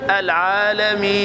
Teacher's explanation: اثنين أو أربعة أو ستة في المد العارض عند الوقف عليه